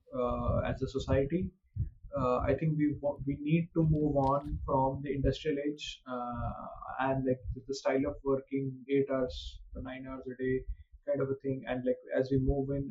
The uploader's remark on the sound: Had a few challenges with the audio on this one but I think we've got it to a place that's listenable!